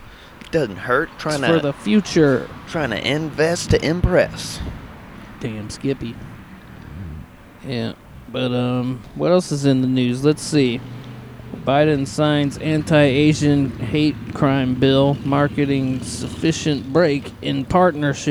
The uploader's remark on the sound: Night Time Outside Podcast